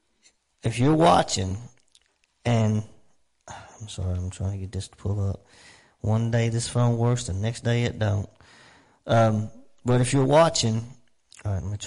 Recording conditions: large echoing room